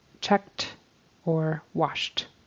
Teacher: That ED turns into a T for checked.